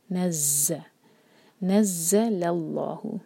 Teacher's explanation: نز ز پر شدہ تو اسٹرانگ پڑھیں گے، اور ز کا مخرج ہے بزنگ ساؤنڈ